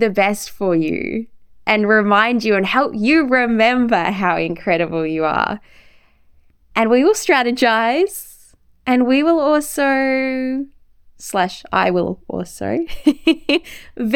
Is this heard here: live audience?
no